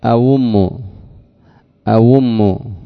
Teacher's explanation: حرفا من جنس الحركة التي عليها، فتقول على الإبدال أوم أوم أو، تبدلها واوا لأن الحركة التي عليها أؤم الحركة ضمة فتبدلها واوا، أؤم أين هذا على الإبدال، وهناك تسهيل أيضا.